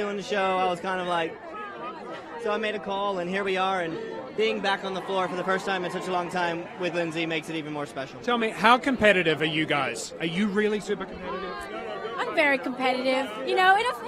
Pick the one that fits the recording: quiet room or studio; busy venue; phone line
busy venue